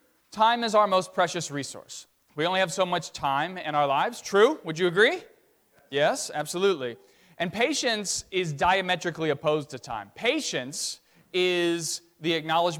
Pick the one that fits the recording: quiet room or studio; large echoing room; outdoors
large echoing room